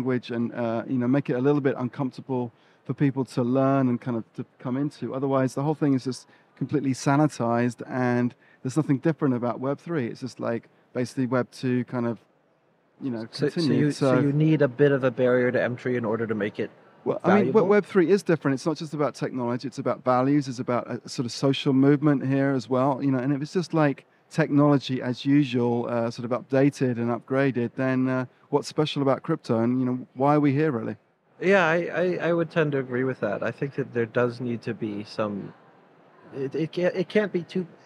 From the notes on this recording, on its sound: Live from Consensus 2023. Sit down for a live, in-person conversation on all things Consensus 2023.